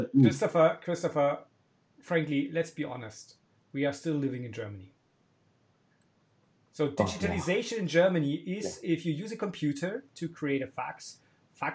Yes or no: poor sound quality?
yes